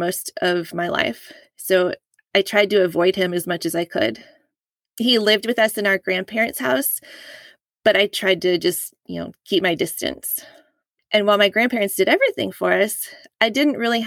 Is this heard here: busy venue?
no